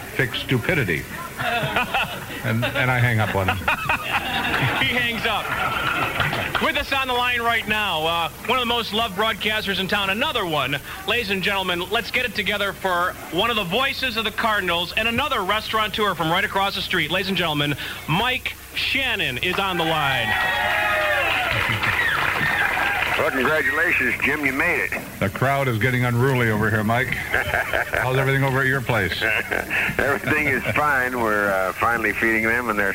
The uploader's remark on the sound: Signed off for the last time on KMOX. A live broadcast at the Summit Restaurant in downtown St.